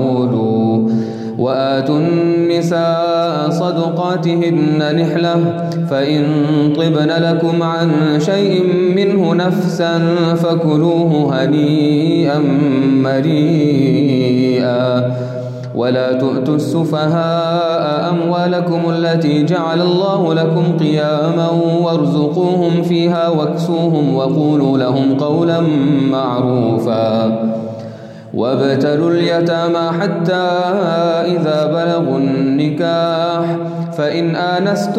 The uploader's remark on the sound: Qiyaam Day 4 at the houghton Houghton masjid.